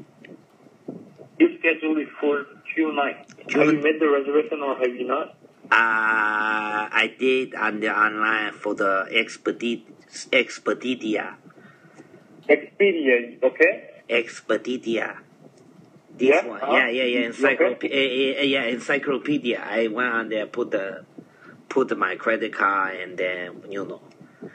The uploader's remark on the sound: Positive prank calls. This is off my live positive prank show.